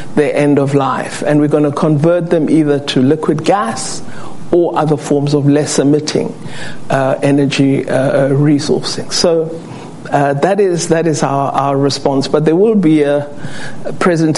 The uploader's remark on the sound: Takes questions from members of the Council on Foreign Relations in Washington DC